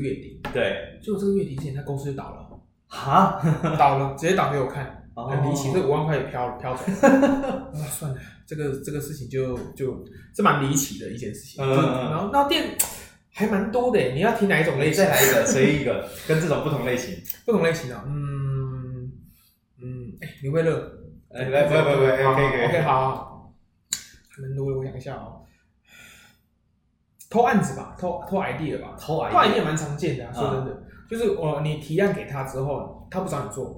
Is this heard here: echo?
yes